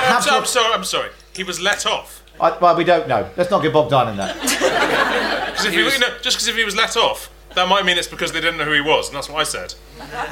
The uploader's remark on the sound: In front of a live audience in London.